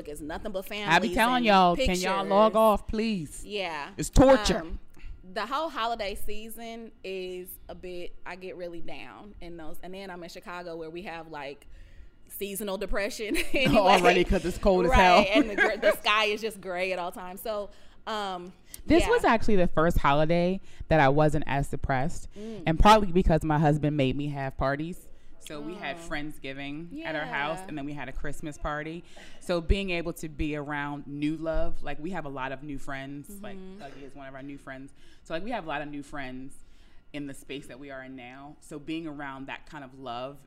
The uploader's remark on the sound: Live From the #SelfCareIRL Retreat In Mexico